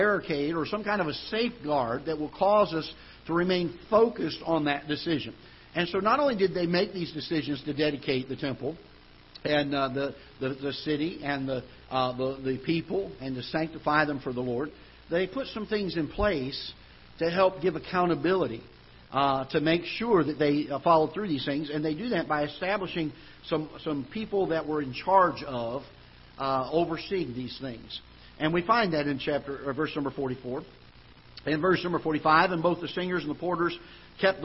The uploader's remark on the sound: Ketha Heights Baptist Church ~ Live Broadcast.